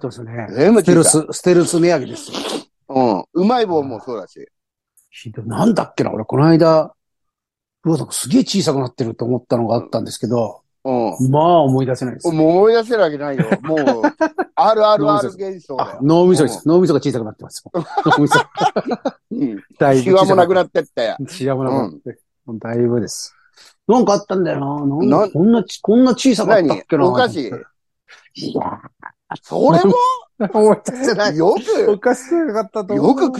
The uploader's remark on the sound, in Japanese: ZOOMで収録